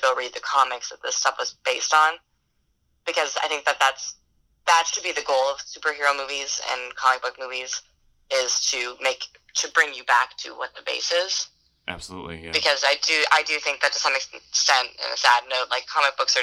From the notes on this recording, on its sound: via telephone communicator device